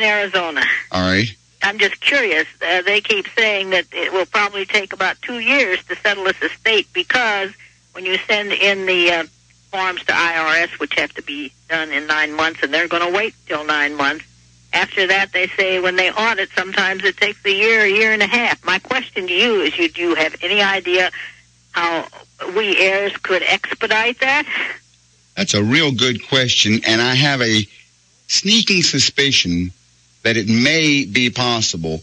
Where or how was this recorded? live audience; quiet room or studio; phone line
phone line